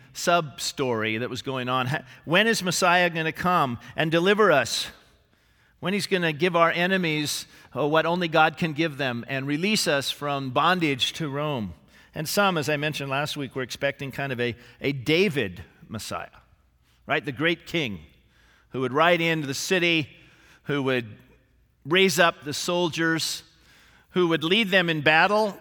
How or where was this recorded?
large echoing room